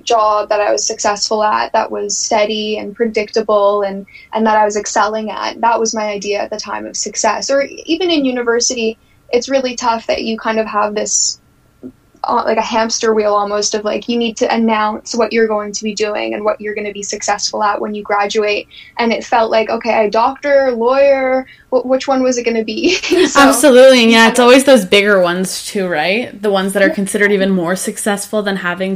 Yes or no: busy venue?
no